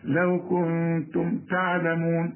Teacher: النون بعدها التاء، التاء من حروف الاخفاء، عايزين غنى